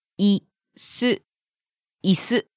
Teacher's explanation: Starting low, rising on the second syllable, す